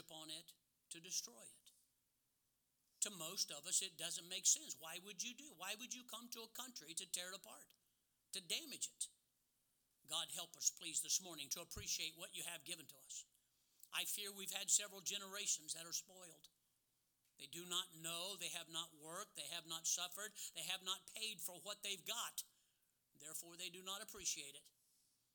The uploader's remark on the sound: Sermons preached from the pulpit of Anchor Baptist Church in Columbus, Ohio.